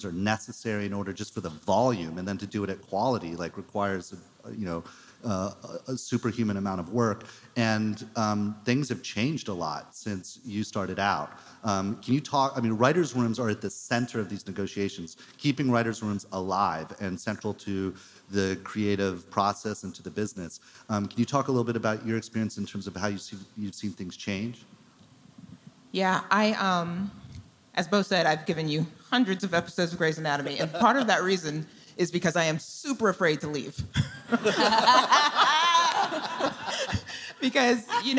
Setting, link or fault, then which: setting, busy venue